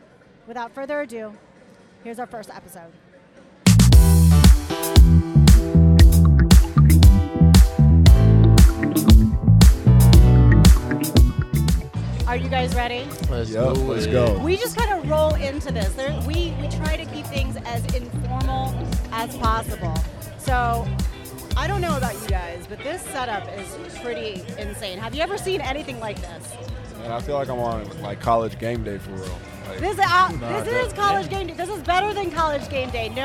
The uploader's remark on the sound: Recorded live from Fan Fest during the Men’s Final Four Championships in Houston, Texas.